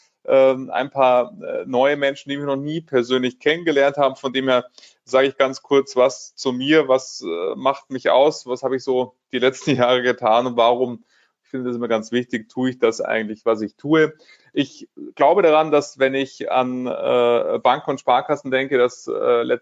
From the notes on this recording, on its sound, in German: Genau dieser Frage sind wir im Rahmen eines Live-Webinars nachgegangen.